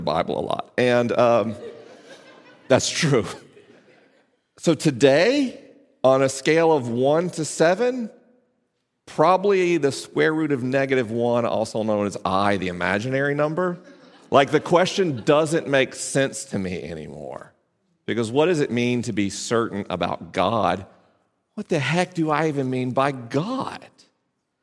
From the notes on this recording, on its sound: This week's episode was recorded live at Placentia Presbyterian Church in Placentia, CA.